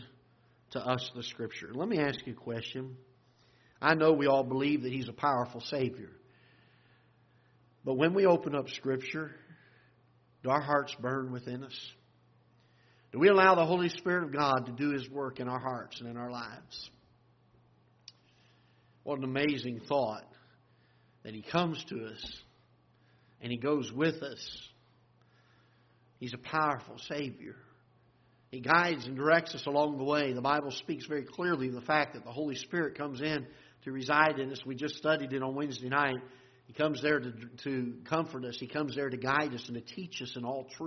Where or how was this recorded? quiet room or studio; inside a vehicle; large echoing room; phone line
large echoing room